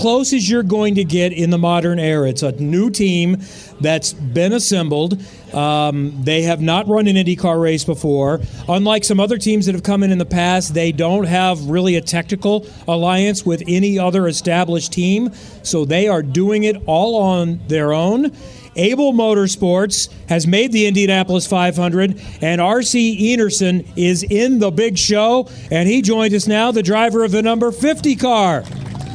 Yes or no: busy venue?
yes